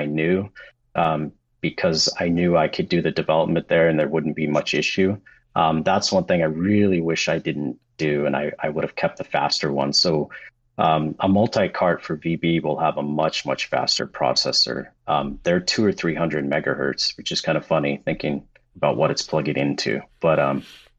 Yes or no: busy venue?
no